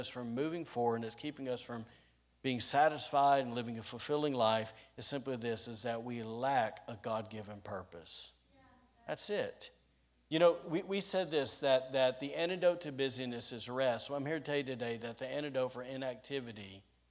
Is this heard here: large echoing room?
yes